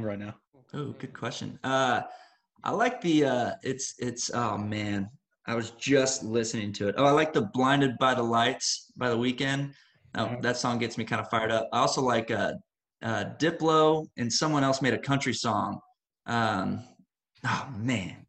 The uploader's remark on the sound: This was our first recorded Zoom video interview and the first time interviewing two people.